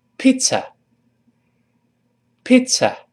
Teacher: 中间是发 t s 那个刺刺，像刺鱼刺的刺那个刺，这个声音声带不震动，跟老师读起来，pizzapizza，哎，这个容易读错，那当然也不能读成 pizza。因为后面没有字母 r，舌尖不要勾。再来一遍，pizza。好，这个在单词中间发ц比较少见，哈，容易读错。你想，再举几个例子，像纳粹，n a zi，n a zi，我们读成 nazi，nazi，哎，是这么读的。再比如说一个比较麻烦的词，就是瑞士这个国家，我们叫。Switzerland，当然先拼起来叫 S W I T Z E